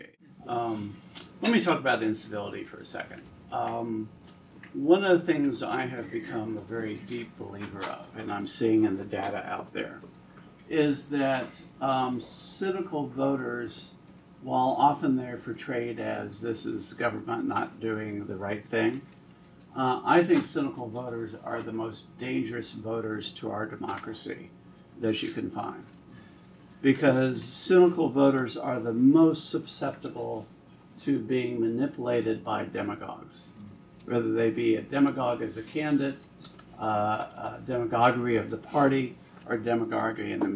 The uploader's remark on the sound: WASHINGTON, DC. The Ripon Society hosted a luncheon discussion.